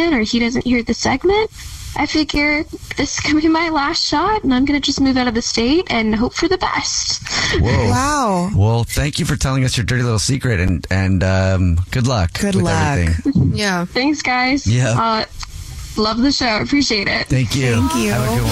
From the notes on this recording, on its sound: One of our listeners is on the phone